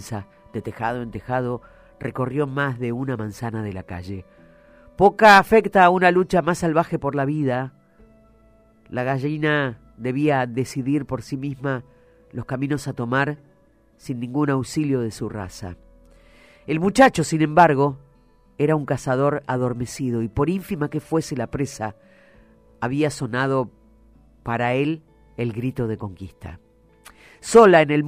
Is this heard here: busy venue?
no